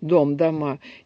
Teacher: только под ударением встречаются гласные среднего подъема «о» и «э», а как только ударение уходит с этого гласного, так и меняется сам гласный на гласный или нижнего подъема «а»